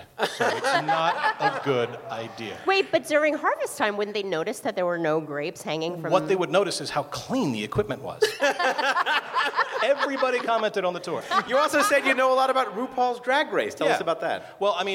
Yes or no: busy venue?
yes